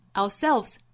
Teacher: ourselves 重读在后面这个音节上